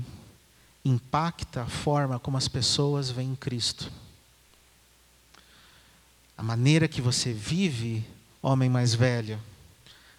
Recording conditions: large echoing room